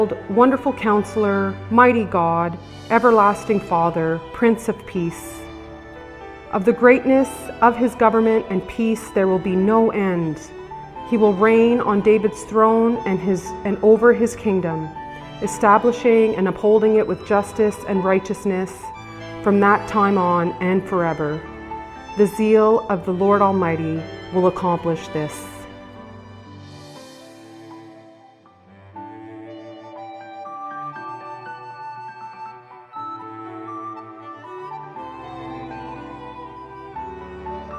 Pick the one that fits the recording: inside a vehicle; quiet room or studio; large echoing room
large echoing room